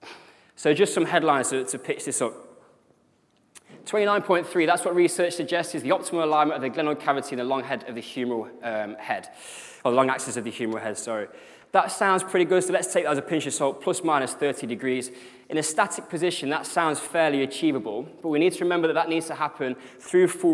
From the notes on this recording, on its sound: The podcast here covers the presentation section. Speaking at the UKSCA annual conference.